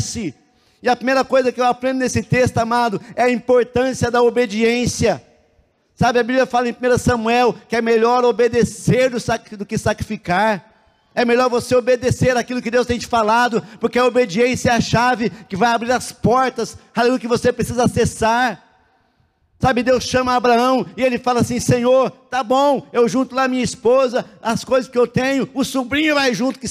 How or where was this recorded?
large echoing room